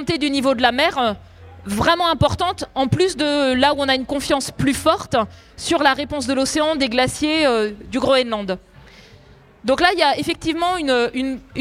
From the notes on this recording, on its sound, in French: Dans cette conférence, nous avons laisser l’occasion à tous nos festivaliers mais aussi aux auditeurs de Brut de pouvoir poser toutes leurs questions. Une session de questions réponses.